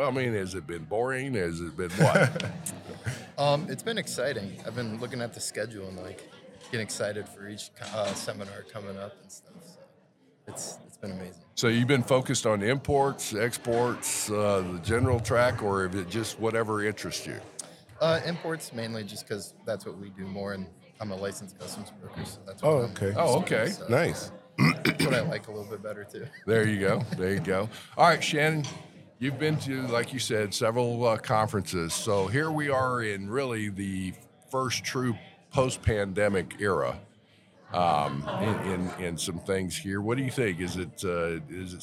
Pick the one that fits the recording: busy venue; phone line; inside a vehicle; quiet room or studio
busy venue